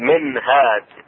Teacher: النون الساكنة تظهر عند الهاء · Term: إظهار